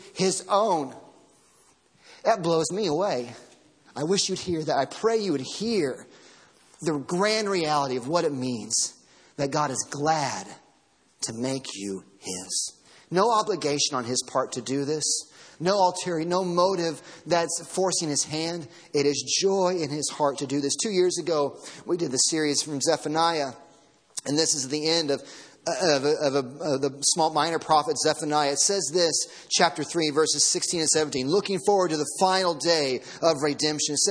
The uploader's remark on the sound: Sermon audio from Sunday morning.